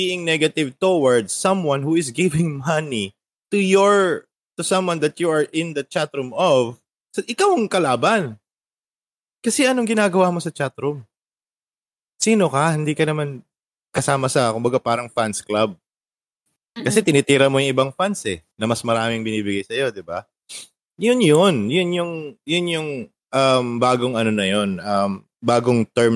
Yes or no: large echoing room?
no